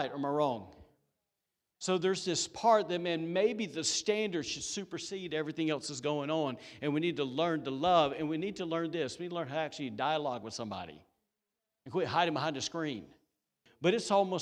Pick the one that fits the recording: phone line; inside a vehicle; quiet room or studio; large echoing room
large echoing room